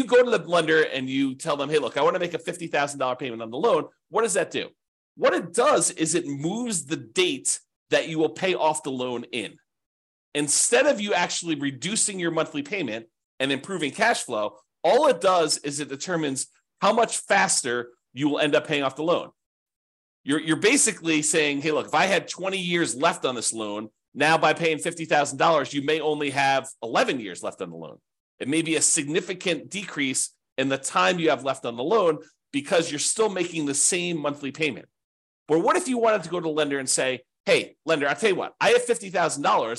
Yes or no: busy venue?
no